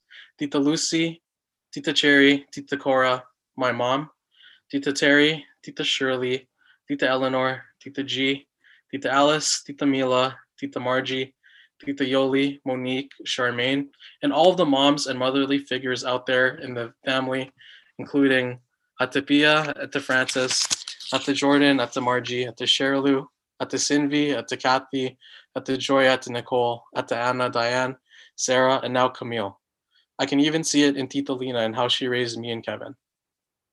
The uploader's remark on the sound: I was given the opportunity to share my prayer and reflections of our time together virtually with our family over Zoom.